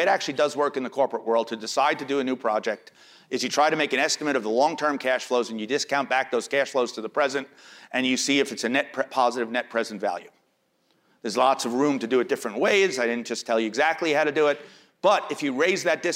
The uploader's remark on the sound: These views were first aired at The AQR Asset Management Institute's conference: Insight Summit.